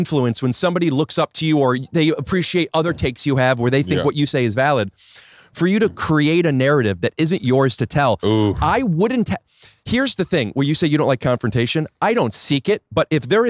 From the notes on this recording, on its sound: Today I sit down outside